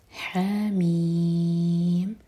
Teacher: ح دو حرکہ لمبا، میم 6 حرکہ لمبا · Term: مد لازم